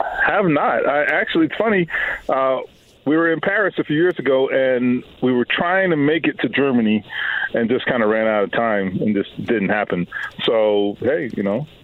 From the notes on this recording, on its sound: Calls in live from graduation! Our proud graduate gives us an update from Kokomo and how he’s feeling on graduation day.